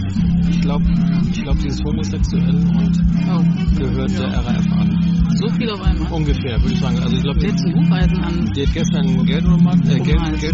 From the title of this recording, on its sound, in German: Gespräche beim MidSommerJazz Festival in Flensburg